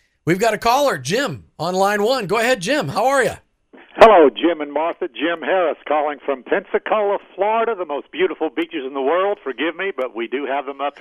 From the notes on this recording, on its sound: We had a BLAST doing all three shows this Friday LIVE as we took your calls.